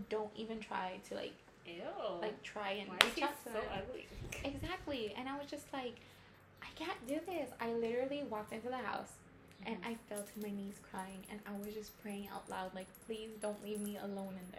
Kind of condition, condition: fault, background noise